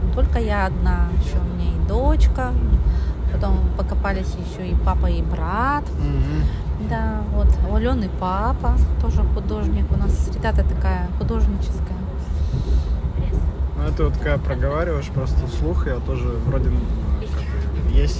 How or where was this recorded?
inside a vehicle